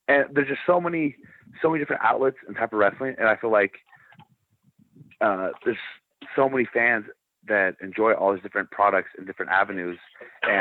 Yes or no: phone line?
yes